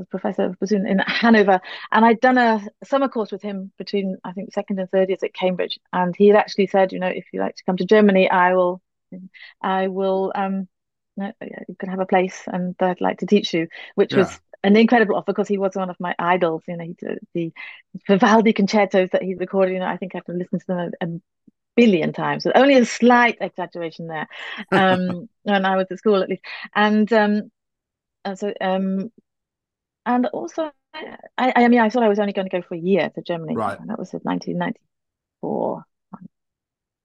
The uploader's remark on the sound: This interview was recorded. Via Zoom.